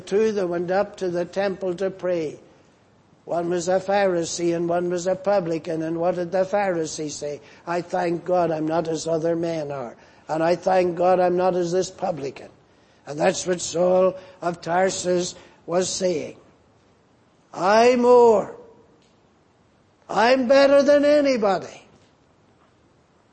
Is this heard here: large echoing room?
yes